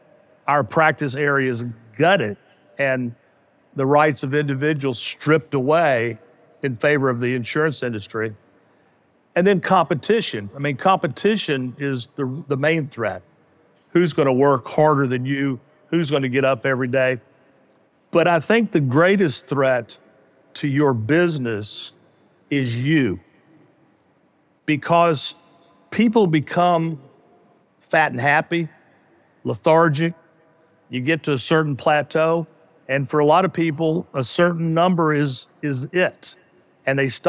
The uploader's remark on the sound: In this special episode of The Game Changing Attorney Podcast recorded LIVE at the Game Changers Summit.